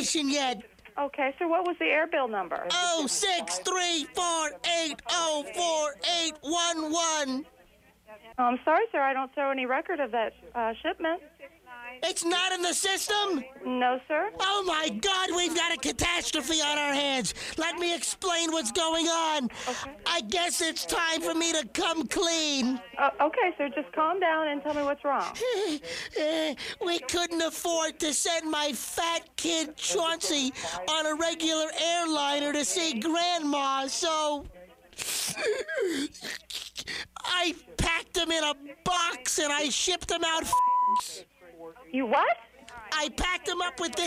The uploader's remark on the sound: RBCP's Personal Prank Phone Calls Collection